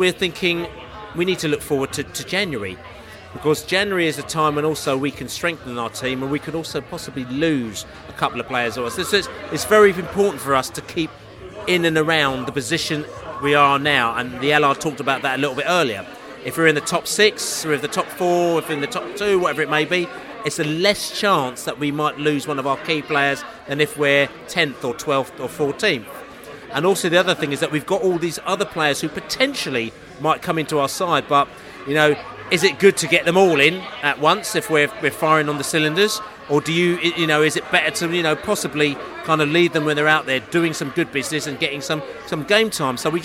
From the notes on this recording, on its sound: Pre-match podcast from the pub. Met up at The Distillers in Fulham Palace Road.